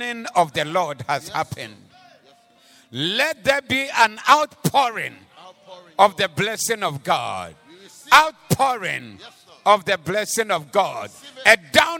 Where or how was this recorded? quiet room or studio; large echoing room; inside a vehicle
large echoing room